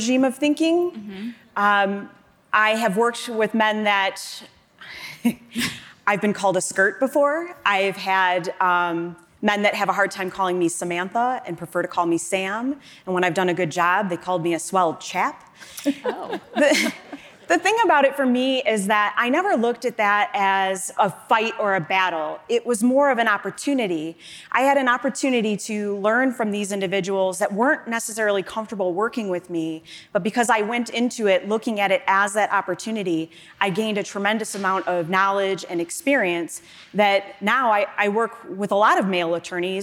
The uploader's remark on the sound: LIVE from the Game Changers Summit 3